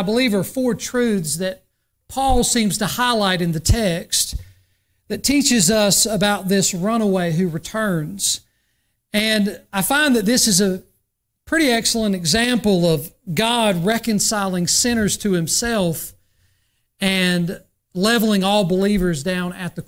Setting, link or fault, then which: setting, large echoing room